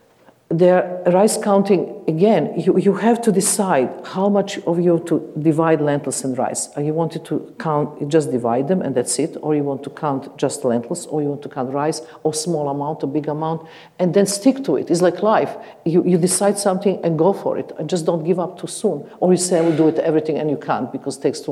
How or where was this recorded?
live audience